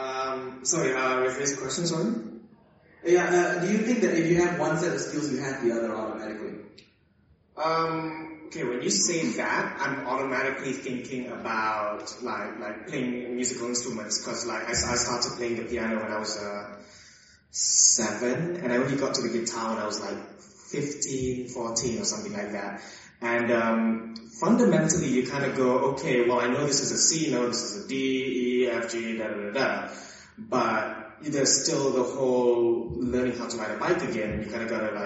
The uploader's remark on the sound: we head to SEAPony Con